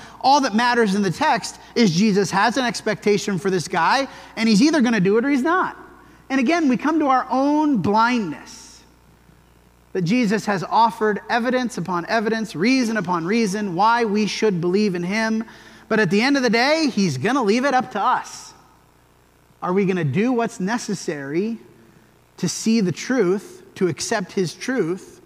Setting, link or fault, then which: setting, large echoing room